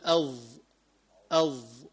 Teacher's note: الفرق كمان أنه الثاء والذال مرققتين أما الظاء فخمة